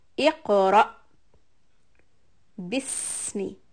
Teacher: Seen has a sukoon, give the hissing sound and continue the sound · And then iqra, for qaf we will do qalqala, iq, and then ra, the hamza has a sukoon in the end, so we are going to do a bit of a cut off or hiccup kind of a sound